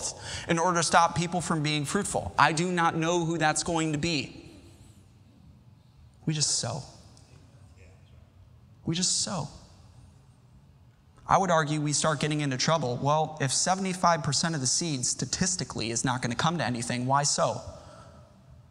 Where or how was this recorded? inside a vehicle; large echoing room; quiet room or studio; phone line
large echoing room